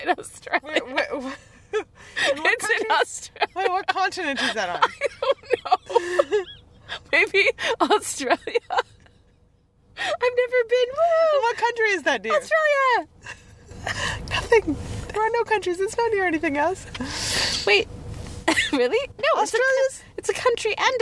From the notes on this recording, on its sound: podcast from the car